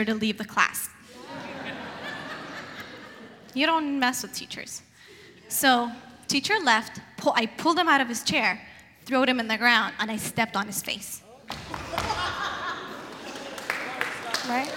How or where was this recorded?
live audience